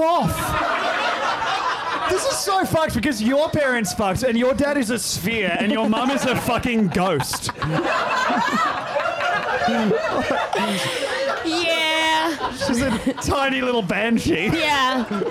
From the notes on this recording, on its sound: MELBOURNE LIVE POD. We did a live pod.